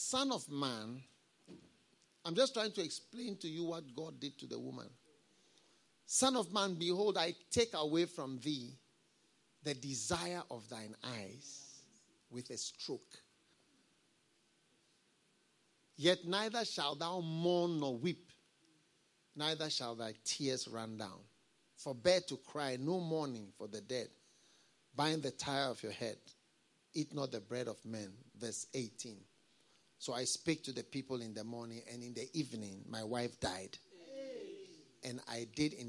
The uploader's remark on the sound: Preached at the FLOW Service, First Love Church, Accra.